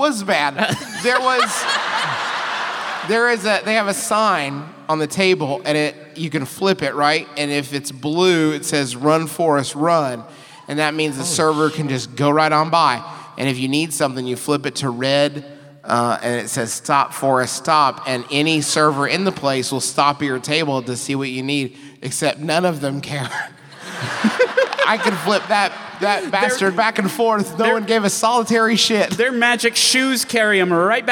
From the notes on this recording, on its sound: live performances at the King’s Theater in Brooklyn